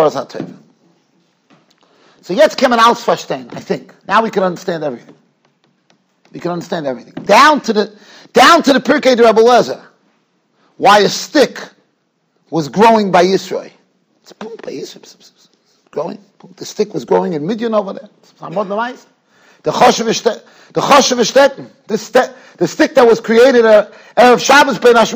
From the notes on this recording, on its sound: Shiur recorded in Yeshivas Ohr Reuven, Monsey, NY.